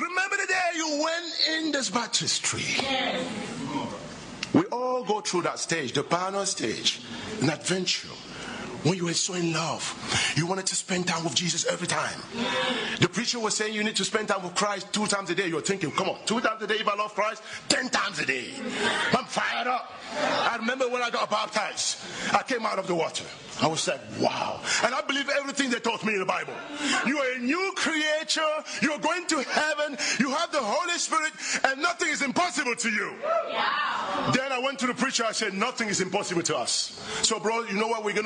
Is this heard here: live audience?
yes